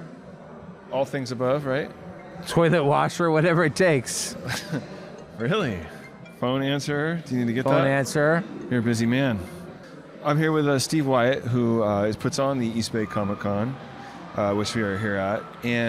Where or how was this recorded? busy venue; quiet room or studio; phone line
busy venue